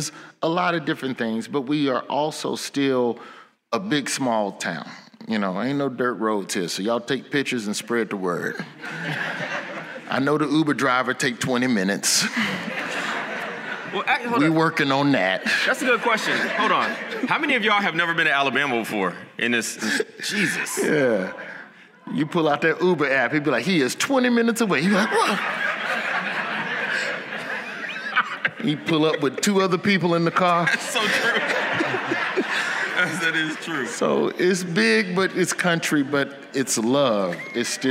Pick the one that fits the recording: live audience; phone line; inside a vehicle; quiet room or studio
live audience